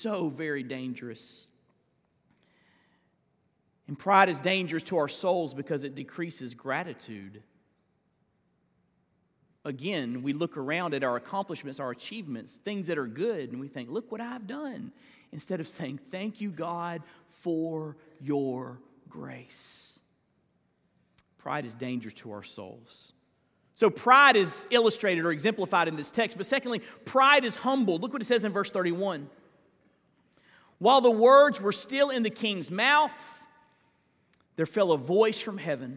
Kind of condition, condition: setting, large echoing room